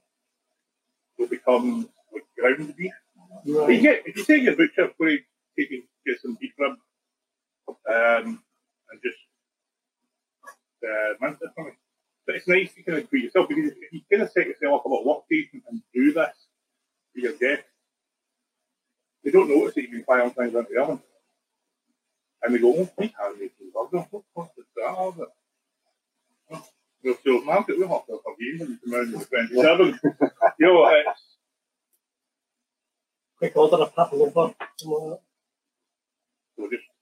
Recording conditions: poor sound quality